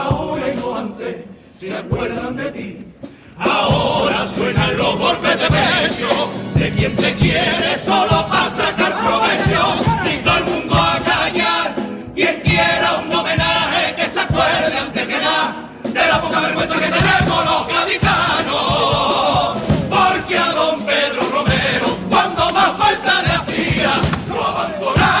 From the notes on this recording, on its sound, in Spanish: En directo desde el Gran Teatro Falla de Cádiz. Concurso Oficial de Agrupaciones Carnavalescas del Carnaval de Cádiz 2024 en Onda Cero.